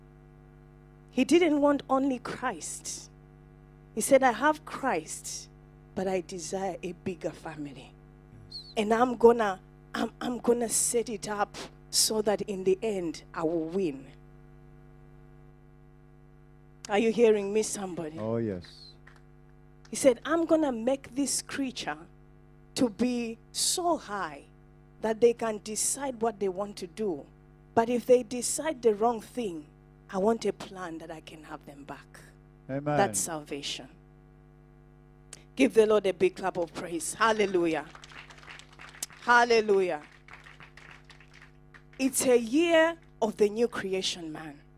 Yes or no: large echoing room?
yes